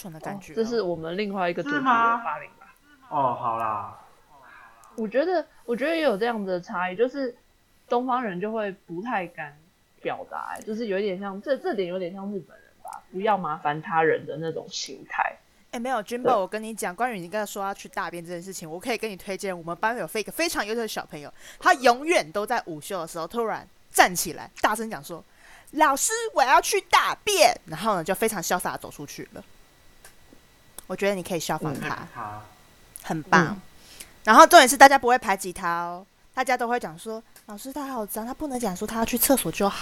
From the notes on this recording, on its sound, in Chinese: YC的環境把我倆聲音重複錄音。